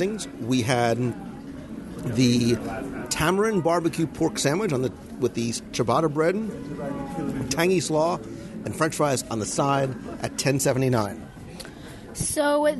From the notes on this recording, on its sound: This week, we travel to Disney’s Animal Kingdom Lodge, where we seek out one of those often overlooked dining locations. LIVE at The Mara, the counter service location at Jambo House.